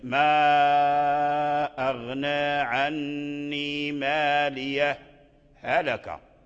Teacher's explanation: فذكرنا أن من قرأ بهذا الوجه عليه أن يظهر الهاء من الهاء في قوله تعالى: مالية، هلك، لا يدغم، لأنه قرأ بقطع الهمزة فلا يدغم الهاء في الهاء · Term: الإظهار